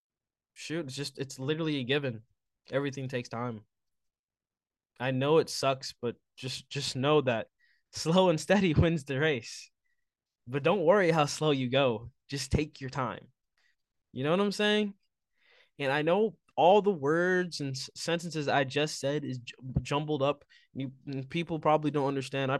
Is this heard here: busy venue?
no